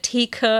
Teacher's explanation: da ein Wort beginnt, sondern es kam mitten in einem Wort. Theke ist eine Pause drin, weil ich bei K nochmal den Luftstrom unterbreche